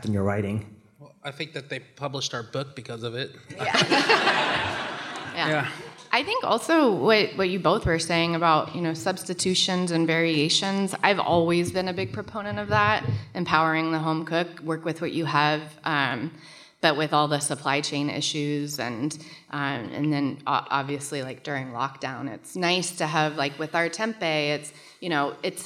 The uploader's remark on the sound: This episode is a conversation from the 2023 Portland Book Festival.